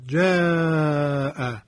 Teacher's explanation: الف مدی ما بعدش همزه باقی شده، خب پس اینجا مد پیدا می شود